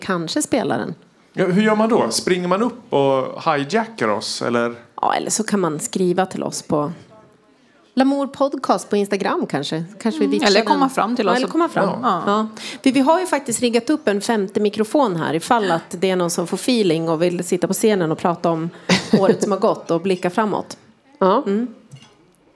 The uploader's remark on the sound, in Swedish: Inspelad live inför publik på Musikhuset tidigare i veckan.